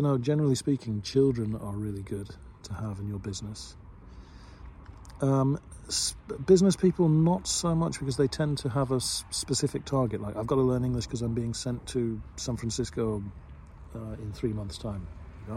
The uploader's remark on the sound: I'm in front of the lake as usual and just in the middle of a bike ride. I just thought i would make a recording where i don't disturb anybody at home or in the office or at the school.